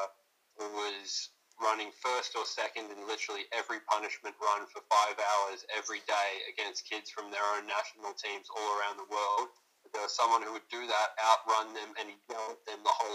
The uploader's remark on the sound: Please excuse audio quality